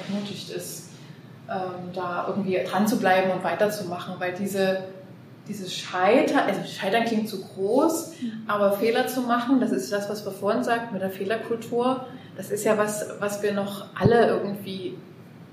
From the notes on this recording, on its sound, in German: Live-Mitschnitt vom Workshop "Praxisentwicklung in der Praxisanleitung". Einblick in die vergangene Pflegefachtagung "Summer School" der EHS Dresden.